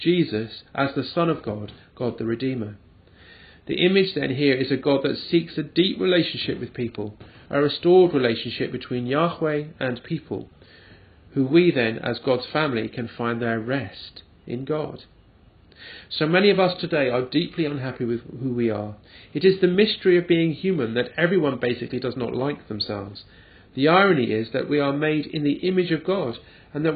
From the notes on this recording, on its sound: at the parish church of St Brides Fleet Street, and recorded on Sunday 22nd July 2012